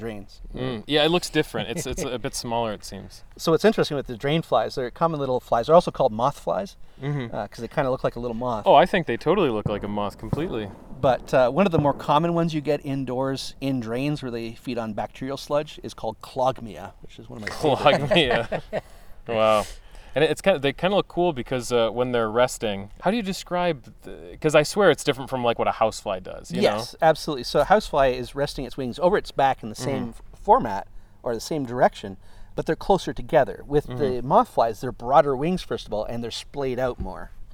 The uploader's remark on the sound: The guys wrap up their behind-the-scenes tour of the Cornell University Insect Collection. Takes them out into the woods for some nighttime mothing! This episode was recorded on July 2-3, 2022 at the Cornell University Insect Collection in Comstock Hall at Cornell University and at Steege Hill Nature Preserve in Corning, NY.